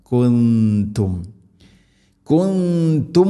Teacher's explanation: സാകിന നൂനിന് ശേഷം താ വരുമ്പോൾ നൂനിനെ അവ്യക്തമാക്കി മണിക്കണം · Term: ഇഖ്ഫാം ബിഗുന്ന